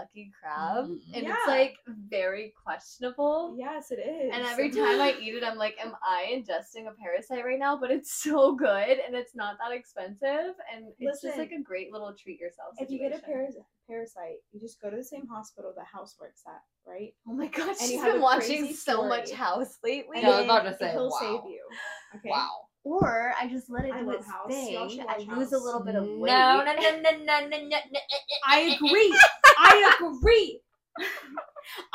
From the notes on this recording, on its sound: Sorry again for any bad audio, we are working hard to get things on track!